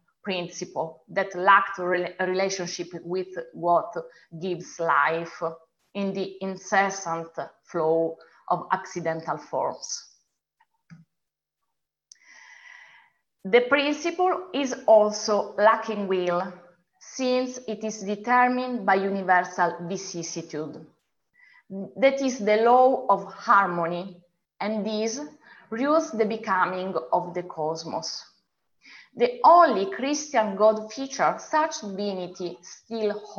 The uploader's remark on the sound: A webinar lecture. Part of our summer webinar series.